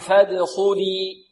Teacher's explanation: الدال مقلقلة مرققة والخاء مفخمة